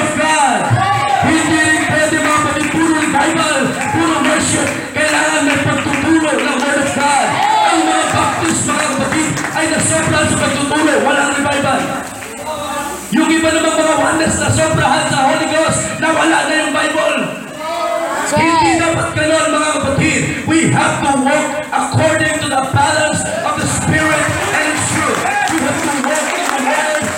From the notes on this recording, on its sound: Preached on a Pentecost Sunday celebration 2016.